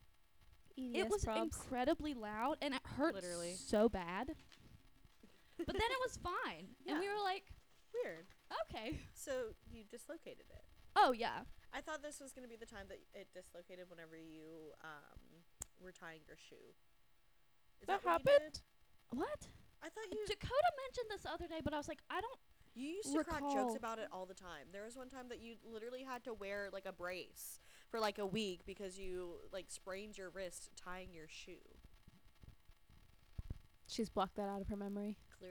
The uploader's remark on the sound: We're still in the process of figuring out our audio